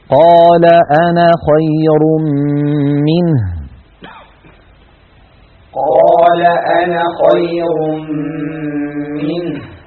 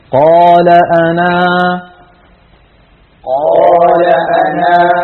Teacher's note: لاحظتم كيف حذفنا الألف وصلا وأثبتناها وقفا